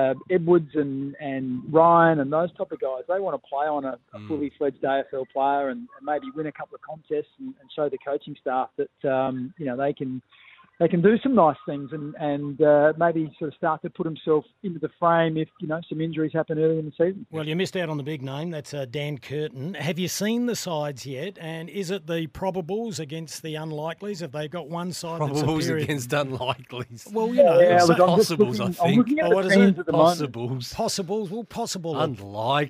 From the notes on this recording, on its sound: live from Adelaide's intra-club trial in Port Lincoln